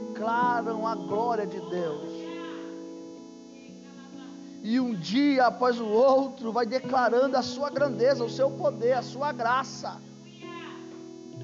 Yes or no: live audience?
yes